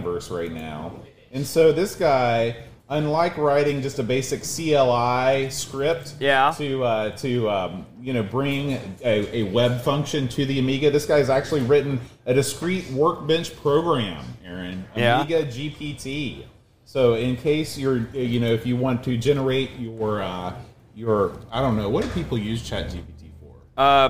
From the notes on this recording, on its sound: LIVE from Boatfest 2023